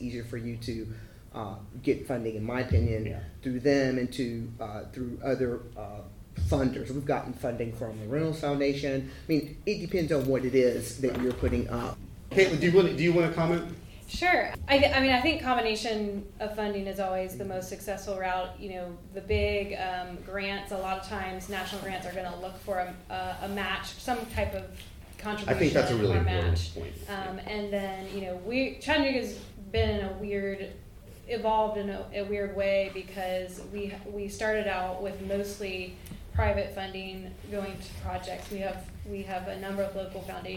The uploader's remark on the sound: We broadcast an edited version of the second of the three of the recent Public Art Lecture Series. The roundtable took place on November 14th, 2019 at the Savannah Cultural Arts Center.